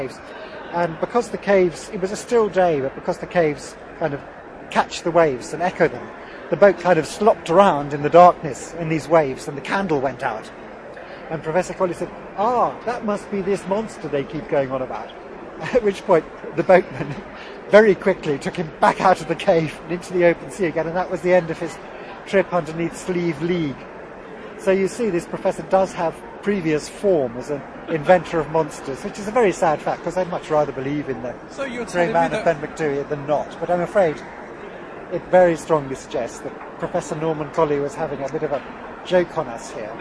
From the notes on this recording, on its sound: The recent Outdoors Show at Birmingham’s National Exhibition Centre gave us an ideal opportunity to catch up with old friends who we normally speak with over scratchy telephone lines.